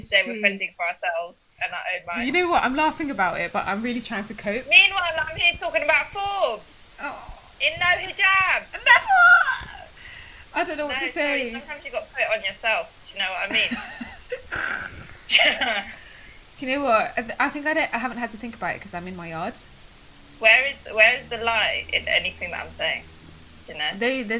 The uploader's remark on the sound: We apologise for the sound quality in this one